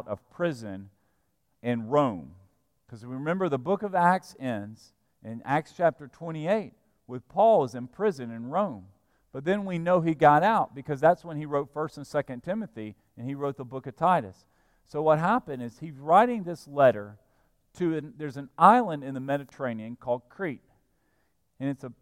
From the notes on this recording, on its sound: at Broadway Baptist Church, Lexington, Kentucky